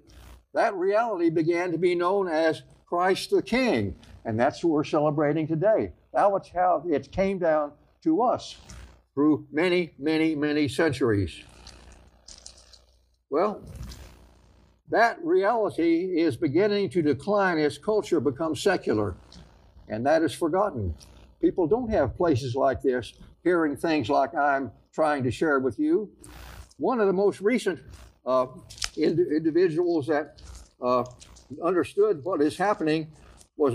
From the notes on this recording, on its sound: live recording from our church in San Jose, California